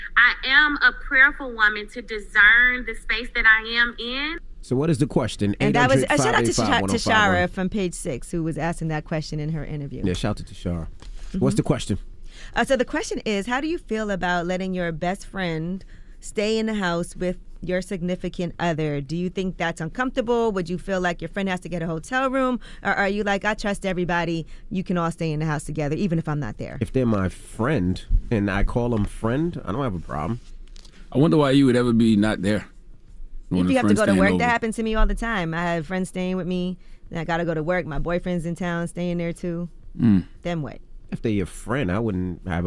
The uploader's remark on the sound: Today on the show we opened up the phone lines to see what our listeners thought.